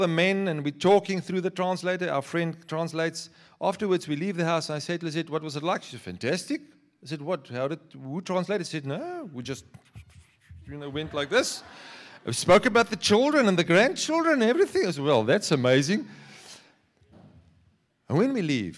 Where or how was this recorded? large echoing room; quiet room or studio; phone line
large echoing room